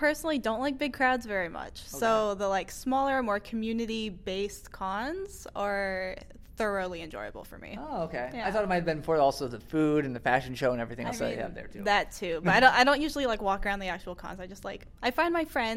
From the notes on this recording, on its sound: recorded at Anime Los Angeles 2018